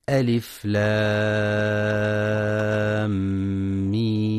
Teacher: فعندما ننطق ألف لام ميم ننطقها كالتالي: ألف بدون مد، لام ست حركات لأنها من حروف سنقص علمك، ثم إدغام مثلين صغير الميم المشددة بمقدار حركتين، وهي ميم لام وميم ميم، ست حركات ميم لأنها من حروف سنقص علمك. · Term: المد اللازم الحرفي